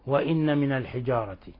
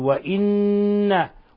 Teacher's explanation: ثم جاء بعدنا حرف غنة مشدد وهو لفظ وإن، وإن لاحظوا حرف غن مشدد يغن مقدار حركتين، يعني بنضغط على النون ضغطا شديدا مقدار حركتين مع خروج غن من الخشوم · Shown in: second take · ولا نقرأها مخففة هكذا وإن من الحجارة، لا بل نقول وإن، ونلصق طرف اللسان في أصول الثنايا العليا حتى يتحقق الإضغام وتتحقق الغنة.